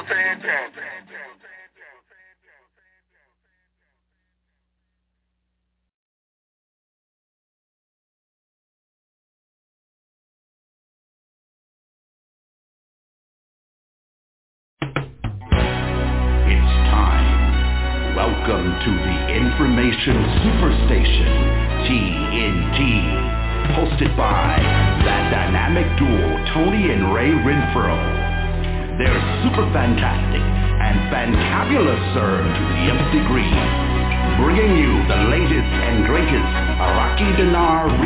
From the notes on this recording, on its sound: Conference Call